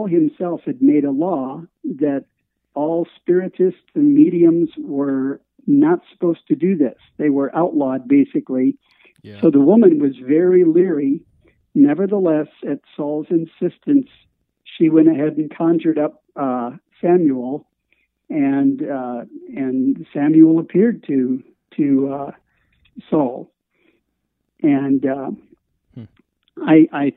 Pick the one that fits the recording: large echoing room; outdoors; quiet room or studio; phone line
phone line